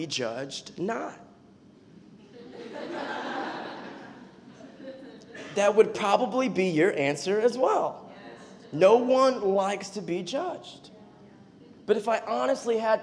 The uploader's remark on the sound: preached this message on July 9th at our Union Square community.